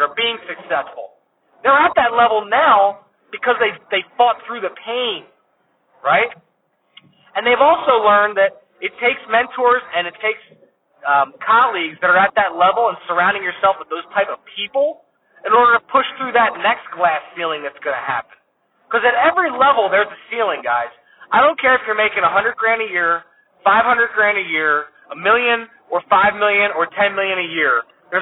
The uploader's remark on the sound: as I was driving this week I had some thoughts so I hit “record” and started talking to you (that’s why the audio quality is not the best)